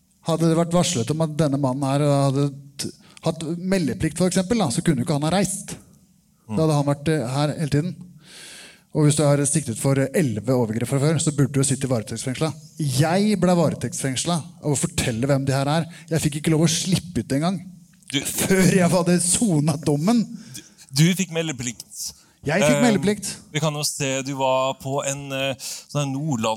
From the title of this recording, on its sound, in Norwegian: Påskeshow Live fra Rockefeller Del 2